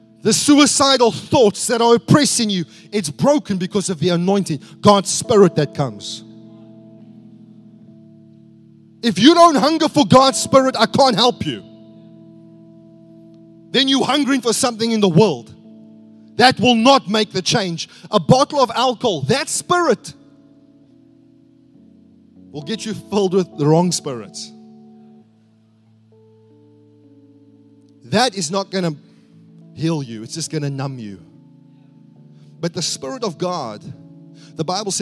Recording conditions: large echoing room